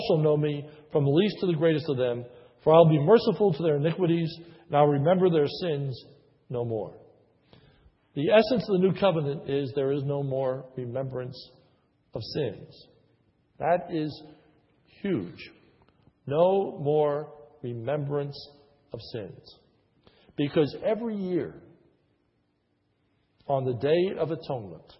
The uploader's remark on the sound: This is a sermon recorded at the Lebanon Bible Fellowship Church, in Lebanon, PA. During the morning service. Was preached on a Communion Sunday.